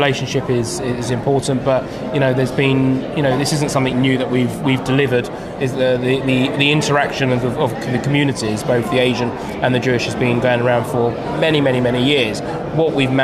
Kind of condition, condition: setting, busy venue